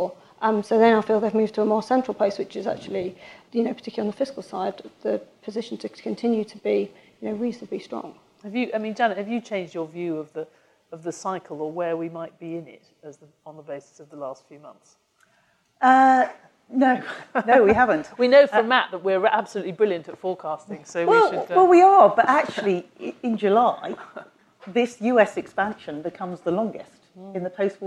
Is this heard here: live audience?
yes